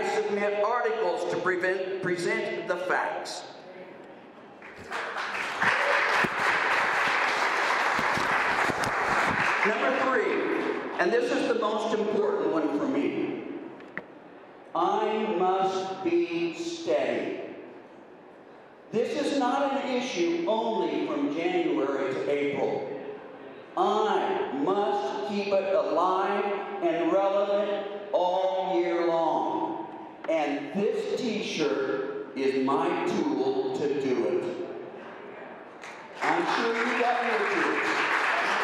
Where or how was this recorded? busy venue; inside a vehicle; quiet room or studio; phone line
busy venue